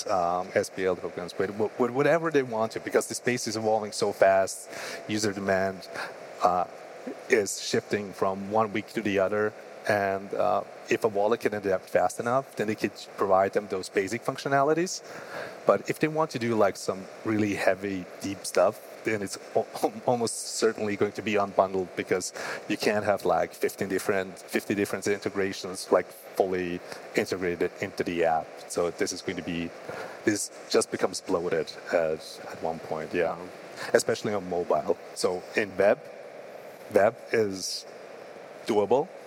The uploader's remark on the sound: Live from Breakpoint 2021. Thanks to everyone in the audience.